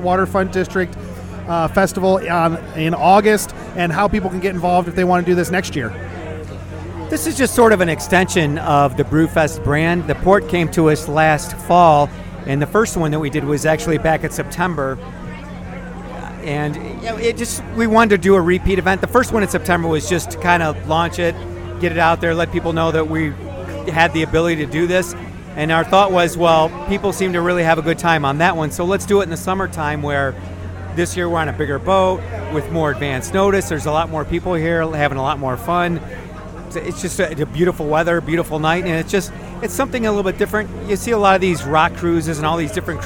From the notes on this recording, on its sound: In this special edition episode, I report live from the Brewfest Waterfront District Brews Cruise.